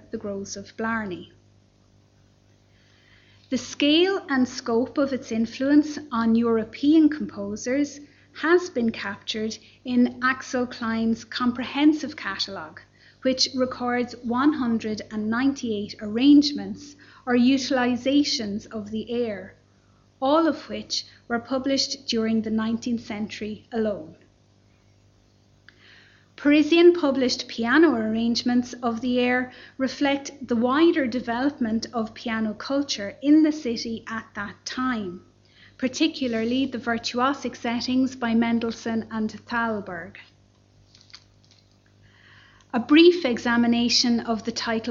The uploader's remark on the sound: Library Lunchtime Lecture. This lecture series accompanied our exhibition 'Discovering Thomas Moore: Ireland in nineteenth-century Europe'.